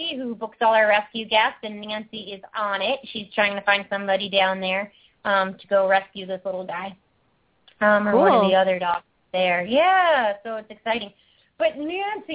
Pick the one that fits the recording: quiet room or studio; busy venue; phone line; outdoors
phone line